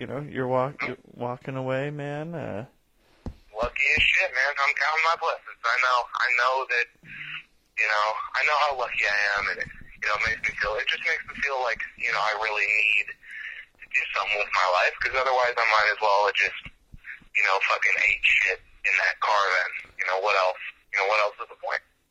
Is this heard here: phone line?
yes